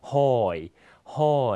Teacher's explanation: เสียงต่ำขึ้นนะฮะจะมีเสียงอ่านขึ้นและตกลงนะครับ · Term: วรรณยุกต์หอย